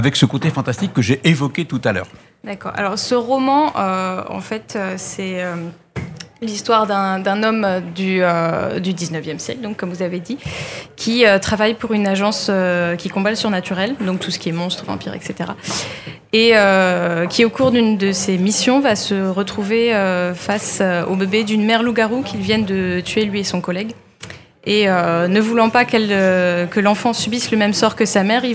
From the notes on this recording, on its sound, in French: En direct du salon du livre dimanche 2 octobre 2022. Faites Lire 2022. Était sur les radios de la FRAMA en direct du salon du livre.